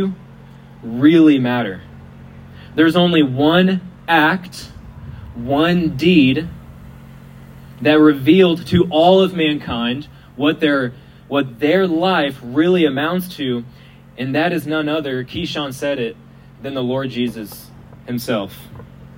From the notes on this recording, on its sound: We apologize for the quality of the audio, as it was recorded outside.